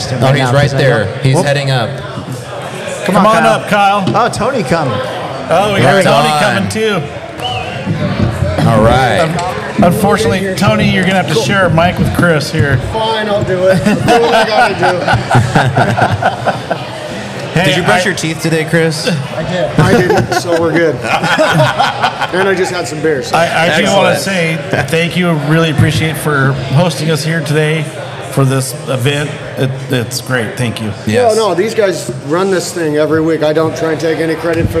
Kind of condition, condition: setting, live audience